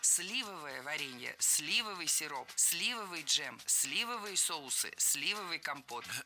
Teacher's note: Сливовое варенье – это ошибка. Ударение в нашем прилагательном должно падать на первый слог.